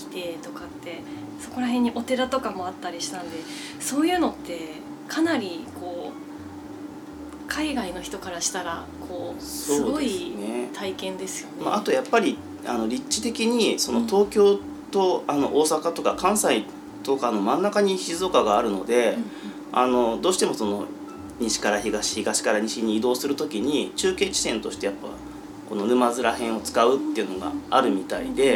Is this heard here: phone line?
no